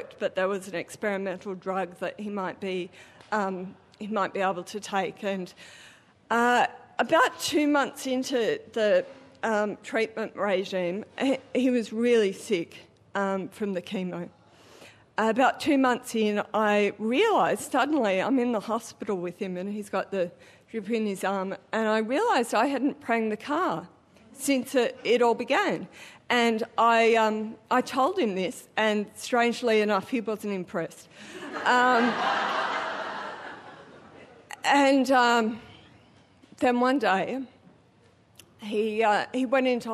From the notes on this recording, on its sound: Recorded live at the Arthouse Hotel, Sydney.